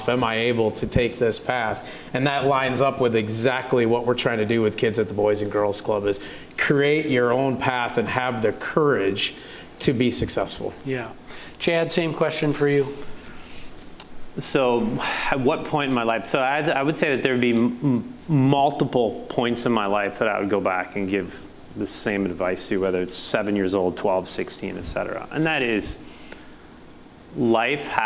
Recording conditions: live audience